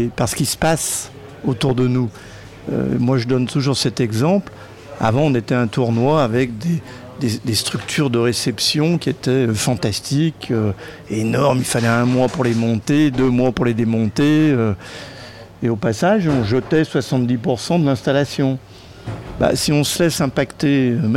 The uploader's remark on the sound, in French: Cette semaine émission spéciale en direct de l'Evian Championship.